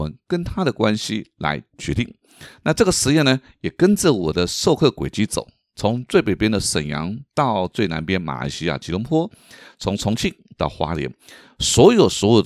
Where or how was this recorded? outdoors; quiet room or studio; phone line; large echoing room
quiet room or studio